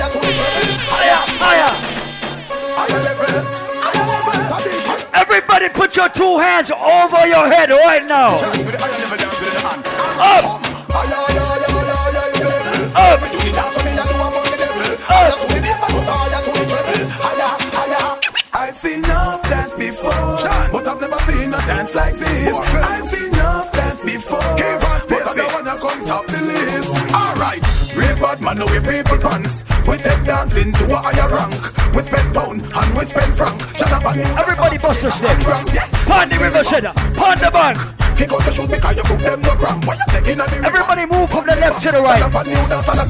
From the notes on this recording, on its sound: LIVE ON JULY 28. Live audio from Island Saturdays.